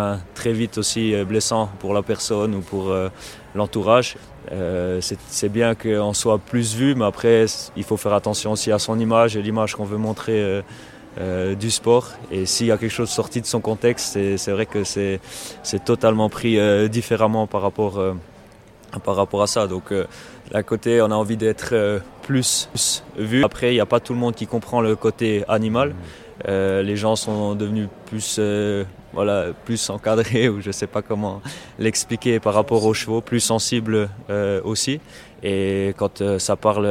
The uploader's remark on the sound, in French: En immersion au Concours Hippique International de Genève. Table ronde sur l'évolution du sport.